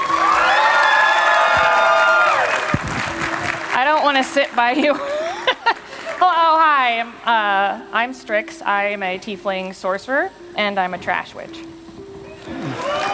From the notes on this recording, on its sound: Live from the Glitch Stage at TwitchCon 2018